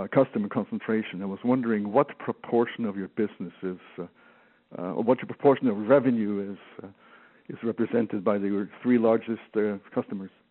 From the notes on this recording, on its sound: Third quarter 2020 earnings call for Photon Control Inc.